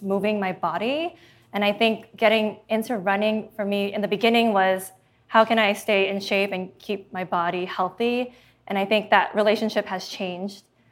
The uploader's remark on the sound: We are live from the House of Good in Venice, California.